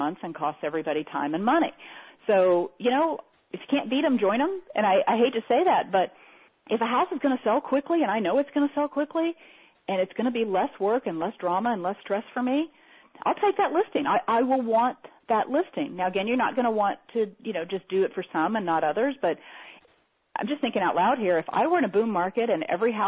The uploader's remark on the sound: Teleseminar Recording